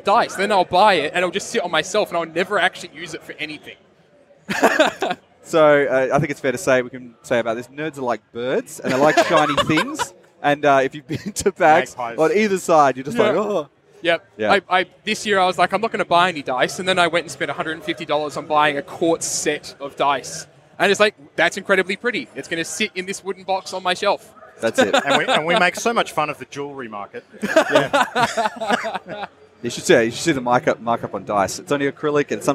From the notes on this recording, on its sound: LIVE at PAX Australia 2018. Fresh from the showfloor of PAX Australia 2018. Stepped up to the Mic at the Audio Technica podcast booth on the show floor.